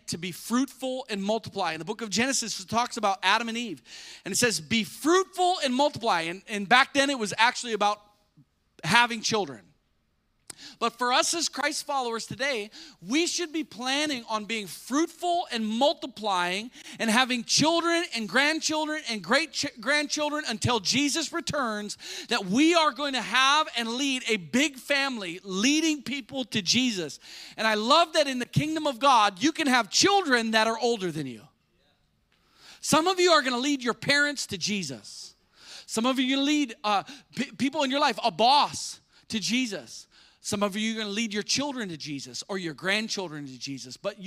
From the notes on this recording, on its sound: spoke live at our church.